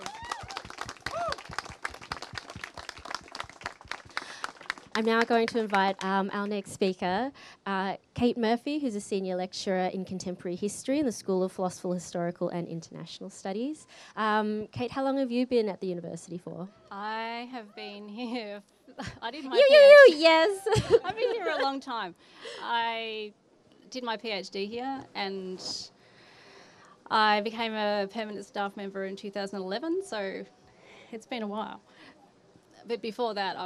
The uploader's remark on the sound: episodes recorded at the teach-in held during the October strike